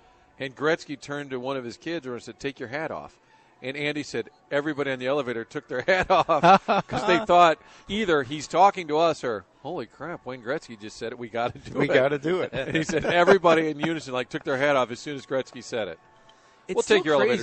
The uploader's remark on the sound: broadcasting live from Schnucks in Florissant